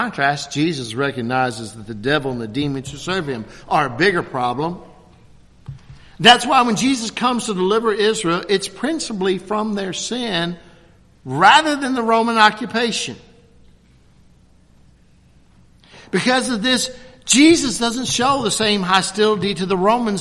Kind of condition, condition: setting, large echoing room